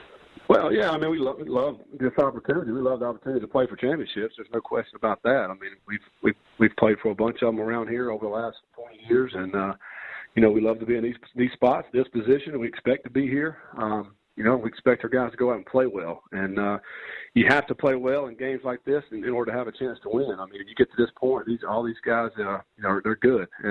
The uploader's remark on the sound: Sun Belt Media Teleconference